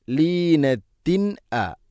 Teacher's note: തൻവീനിനെയും ഹംസയൊക്കെ കൃത്യമായിട്ട് വെളിവാക്കി ഉച്ചരിക്കണം